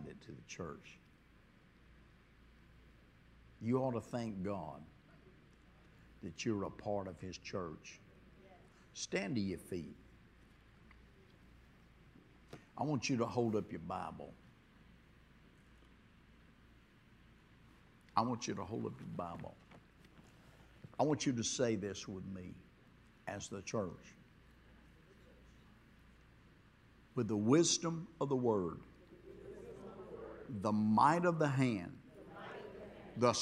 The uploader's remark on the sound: this was recorded on Friday at Abundant Living Ministries.